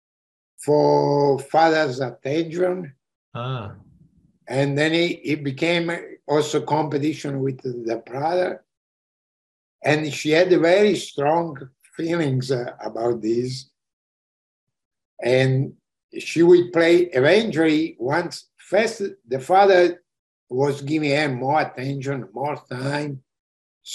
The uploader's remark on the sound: This episode features the audio from one of the ACO case presentation series webinars.